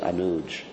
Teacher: And sometimes in Hindi they just say Anuj, right? They take off the A.